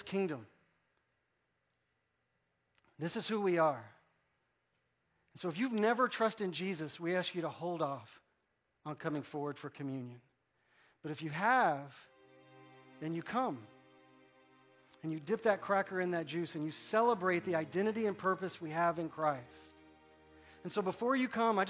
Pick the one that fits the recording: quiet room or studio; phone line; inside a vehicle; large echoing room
large echoing room